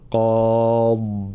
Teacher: الوقف على الضاد طبعا نعطيها حقها من الاستعلاء والإطباق وكذلك من الرخاوة، قاض هكذا بلا قلقلة، فلا نقلقل الضاد.